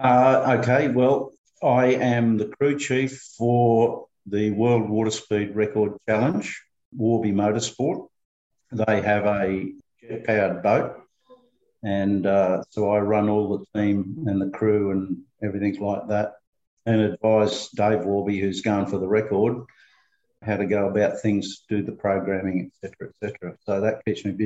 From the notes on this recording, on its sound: This Zoom interview was originally recorded during a late 2020 happy hour session for FPP Patreon supporters